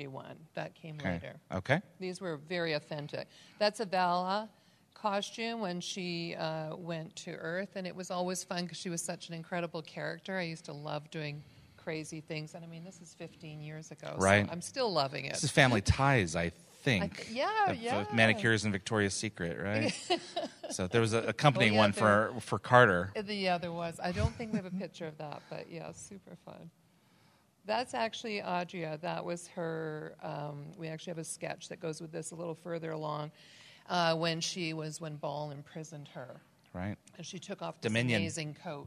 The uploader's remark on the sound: Please note, as this was a LIVE, on-site event with a slideshow presentation, this episode is not optimized for an audio podcast. LIVE from the Gatecon stage to take us through a slideshow.